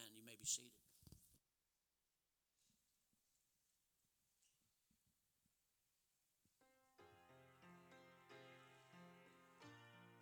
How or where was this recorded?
large echoing room